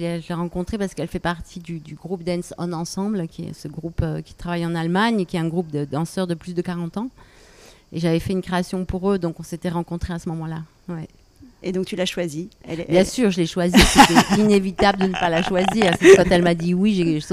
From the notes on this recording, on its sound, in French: Cet épisode a été enregistré pendant la 77e édition du festival d’Avignon au Cloître des Carmes, avec l'écho du chant des cigales.